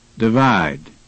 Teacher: The second syllable was stressed.